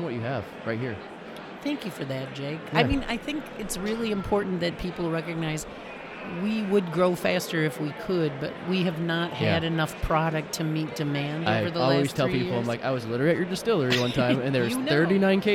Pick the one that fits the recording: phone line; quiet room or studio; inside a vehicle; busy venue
busy venue